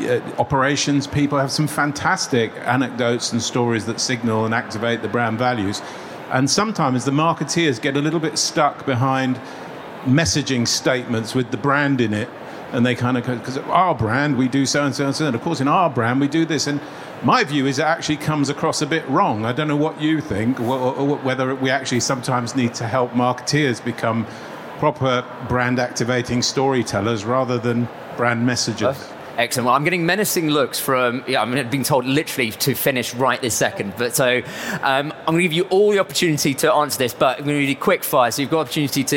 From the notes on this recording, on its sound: We brought the podcast to you LIVE from the B2B Marketing Expo at the ExCeL London! Thank you to everyone who attended the session!